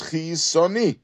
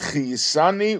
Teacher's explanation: the way we should pronounce chiyisoni is with a kometz, with the vowel kometz, and not chiyisani with the vowel patach · Shown in: first take · In most tilims, the version is chiyisani with a patach, but in the Siddur Torah Eir, it says that we say it with a kometz.